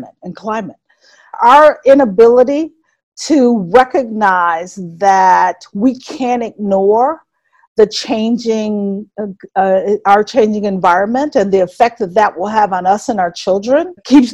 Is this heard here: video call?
yes